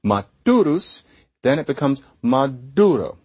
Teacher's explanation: And so it becomes a softer version of itself. The S at the end of the word disappeared.